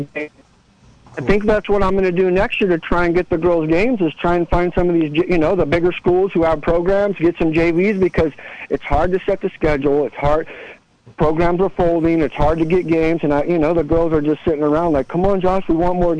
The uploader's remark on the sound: an hour of community call ins